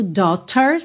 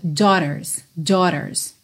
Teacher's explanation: O G-H não vai ter som nenhum. E esse T, tanto pode ser falado como um T mesmo, daughters, que fica mais britânico, ou na pronúncia americana a gente pode usar um rarara